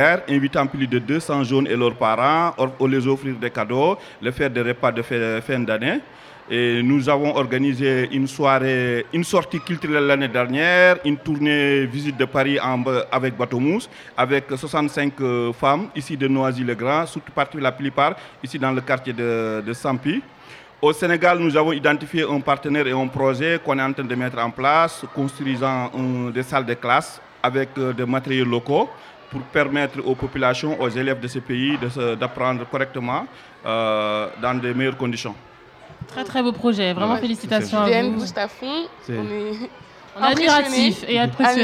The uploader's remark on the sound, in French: Fête de quartier du Champy Noisy-le-Grand. Une émission enregistrée en public. À l'occasion de la Fête de quartier du Champy à Noisy-le-Grand.